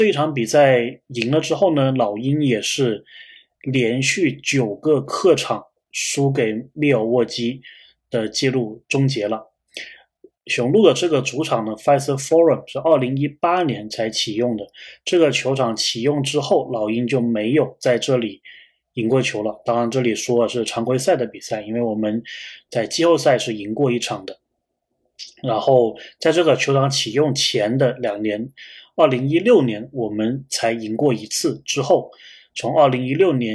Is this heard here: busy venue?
no